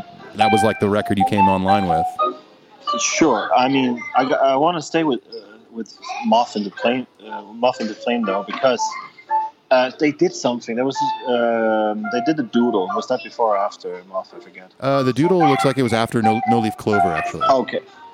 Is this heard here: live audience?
no